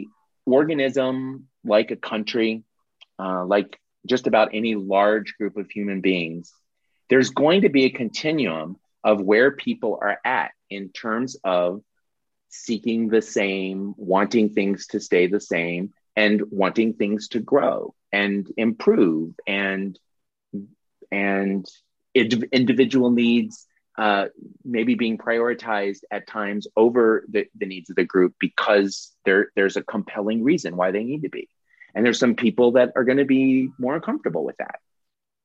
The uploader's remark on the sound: This is the audio replay of the monthly Zoomy Zoom